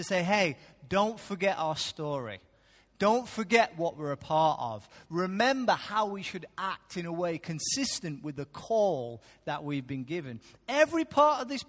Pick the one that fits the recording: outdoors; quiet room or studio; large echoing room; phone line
large echoing room